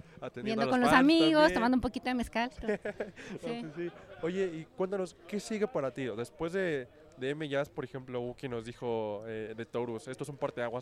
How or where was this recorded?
busy venue